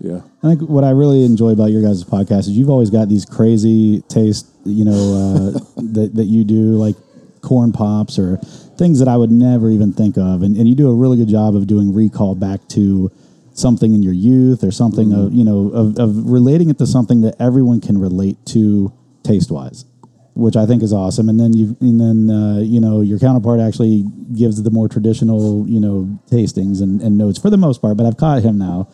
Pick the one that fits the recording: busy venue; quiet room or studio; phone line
busy venue